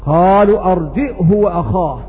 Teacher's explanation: بهمزة ساكنة وضم الهاء دون إشباع